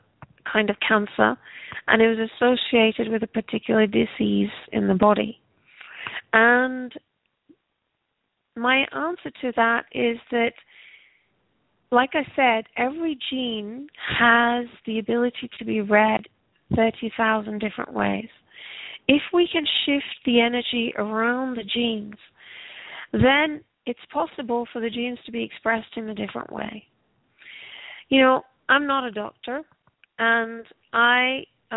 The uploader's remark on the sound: takes your calls